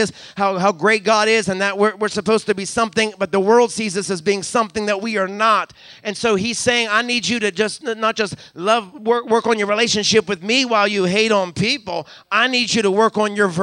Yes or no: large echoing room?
yes